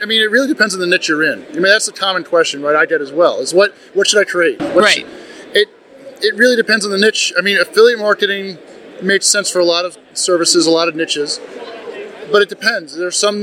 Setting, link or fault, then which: setting, busy venue